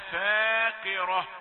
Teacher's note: القاف يعني مكسورة فهي في آخر درجات التفخيم، فاقرة لا تفخمها أكثر من اللازم ولا تظلم الراء المفخمة بعدها.